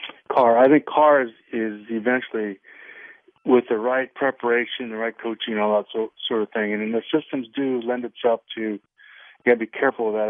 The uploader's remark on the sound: Raider Nation "Boneline" Call-in Segment.